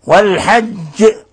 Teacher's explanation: ونلاحظ القلقلة الكبرى في لفظ والحج لأن الجيم مشددة